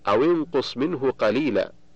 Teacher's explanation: فحركت الواو بالكسر للتخلص من التقاء الساكنين